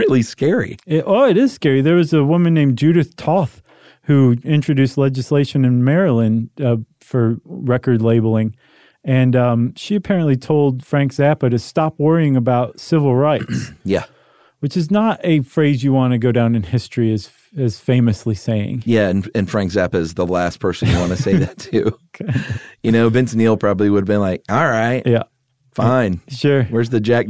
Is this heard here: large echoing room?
no